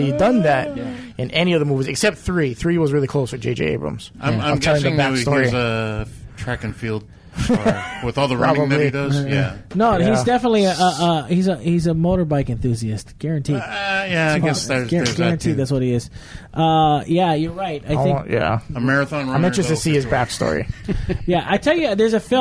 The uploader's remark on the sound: All this recorded live at Maui Comics & Collectibles.